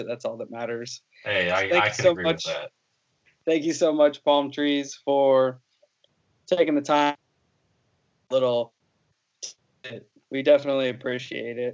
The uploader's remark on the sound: On this episode we had to record over Skype so with that being said we apologize for a lesser sound quality.